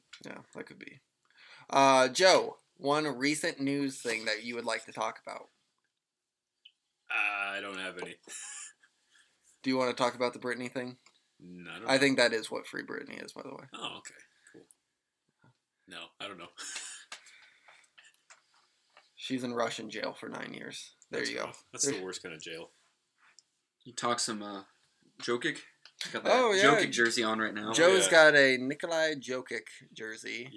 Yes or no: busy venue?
no